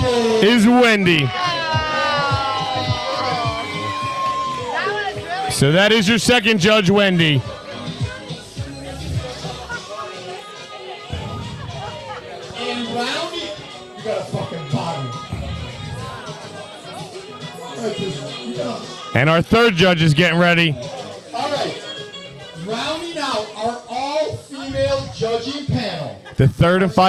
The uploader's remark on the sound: LIVE From the Paradise Club for the Connection Travel Hottest MILF contest